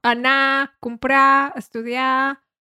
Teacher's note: si vols parlare la varietà central, pots dir els verbs senza pronunciare la R final, no? Anar, comprar, estudiar...